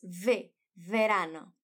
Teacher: Mas fala com um som igual ao V do português.